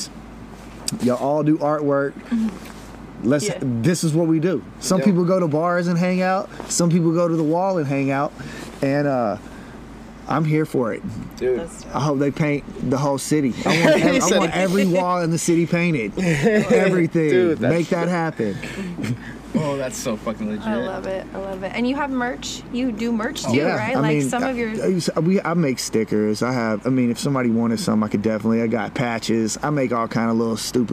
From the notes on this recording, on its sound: Sorry for the wind but that view though.